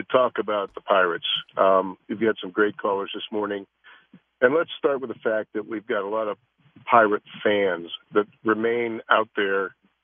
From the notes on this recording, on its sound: Rapid fire phone calls from the fans. Final phone calls for the show.